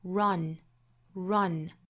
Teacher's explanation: 倒三角啊的这个元音的发音呢，我们注意是在自然开口的，在发的这个基础之上呢，下巴再往下降一点点